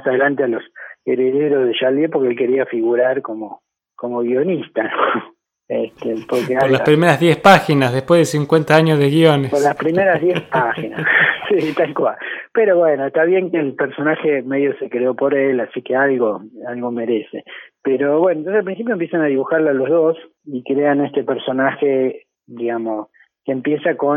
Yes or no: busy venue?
no